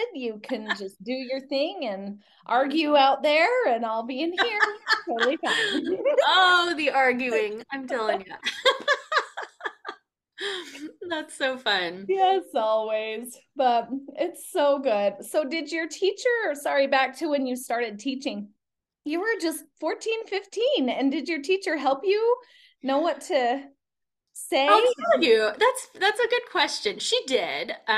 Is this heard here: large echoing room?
no